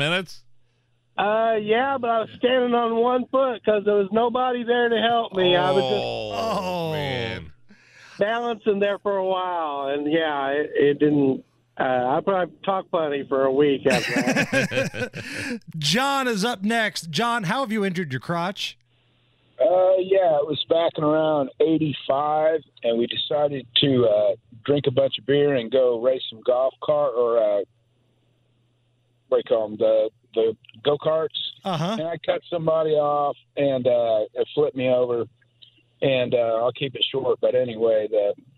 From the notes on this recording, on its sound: Listeners call.